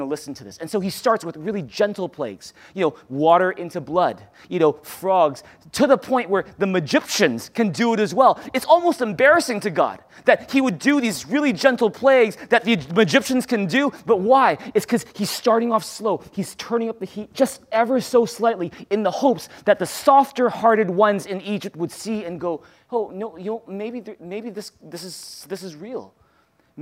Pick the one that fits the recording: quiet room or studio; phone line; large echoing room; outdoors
large echoing room